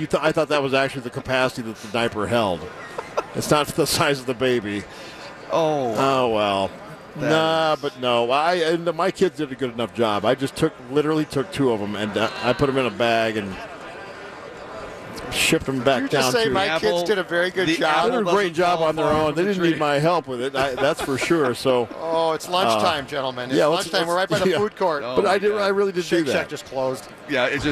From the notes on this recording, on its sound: live from Radio Row all week